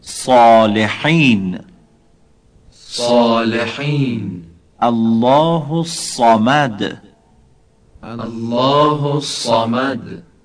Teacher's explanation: حرف صاد هم مانند حرف سین تلفظ میشه، با این تفاوت که حرف صاد کمی درشتر و پرحجمتره